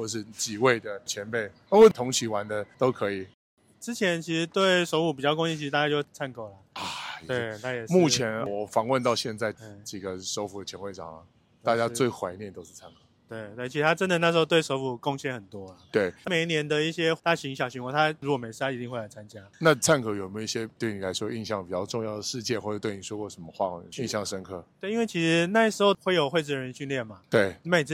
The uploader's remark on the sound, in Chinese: 在板橋火車站外面錄音